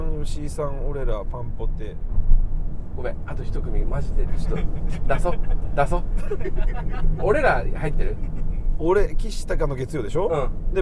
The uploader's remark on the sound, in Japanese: せっかくなので、以前の収録場所“木場”から、ＴＢＳラジオがある“赤坂”まで向かう車中でも収録することにしました。TBSラジオのスタジオで渾身のタイトルコール。